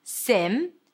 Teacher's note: It's an S sound, relaxed I, and then an M.